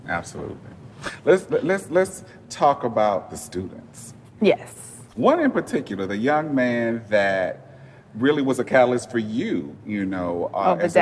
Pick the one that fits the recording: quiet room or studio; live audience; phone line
live audience